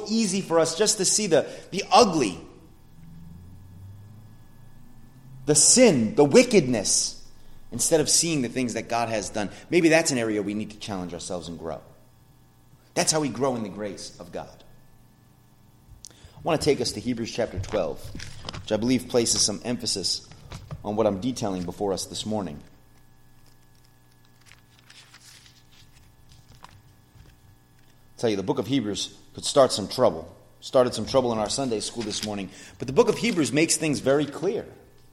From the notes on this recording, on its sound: sermon at The Blue Point Bible Church